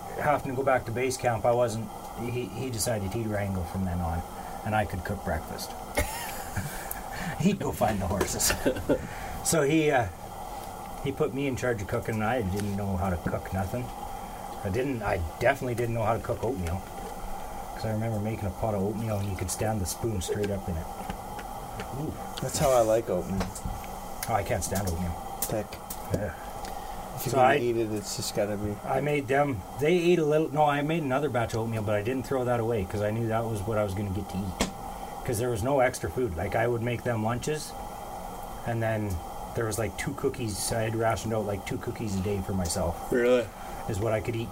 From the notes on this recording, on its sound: Live from Camp!